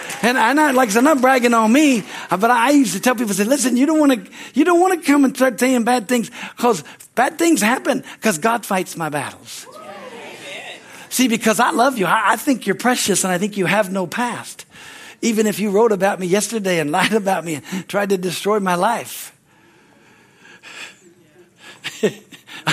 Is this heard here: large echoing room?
yes